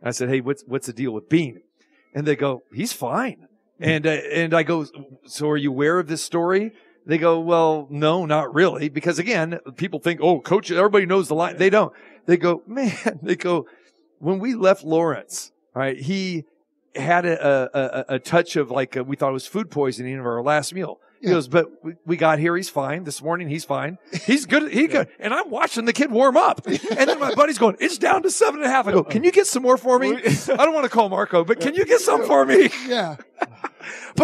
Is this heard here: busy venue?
yes